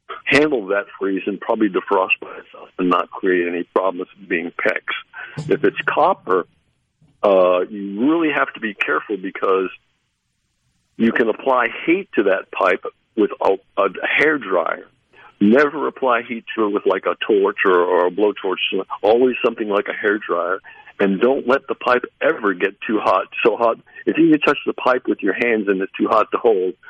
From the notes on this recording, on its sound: joins the conversation by phone